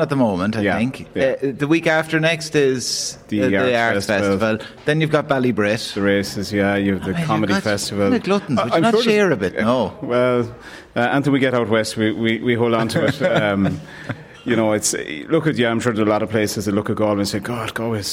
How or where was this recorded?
busy venue